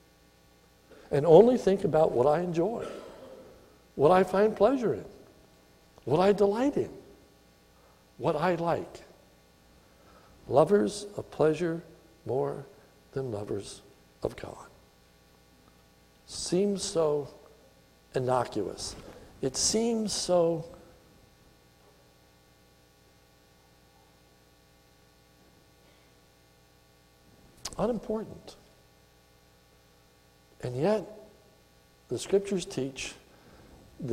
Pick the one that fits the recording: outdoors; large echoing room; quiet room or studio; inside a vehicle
large echoing room